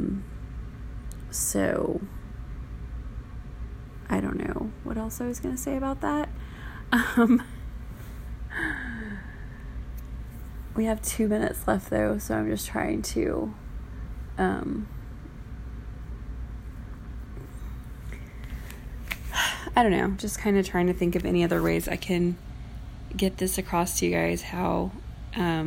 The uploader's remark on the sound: I’m not sure why I sound like I’m licking stamps lol.